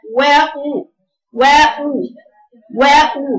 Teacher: قرات الواو مفتوحه وضمت شفايفي كده وشوفي جبت الاول الضم اهو بتاع مخرج الواو وشوفي واو